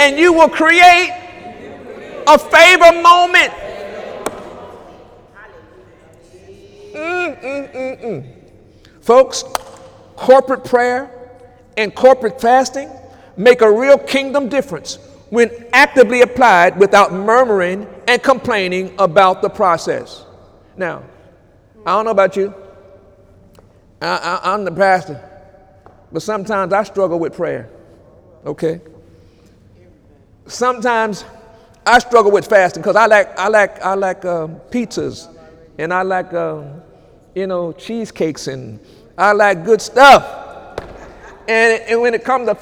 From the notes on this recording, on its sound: During Sunday morning service on September 2, 2018